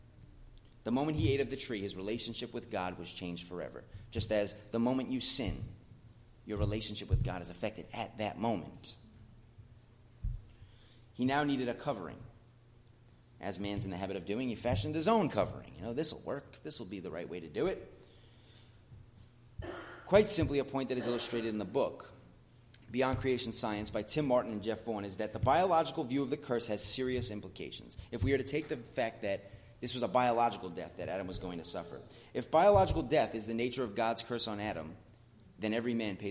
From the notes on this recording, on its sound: As part of The Whole Truth Series at The Blue Point Bible Church.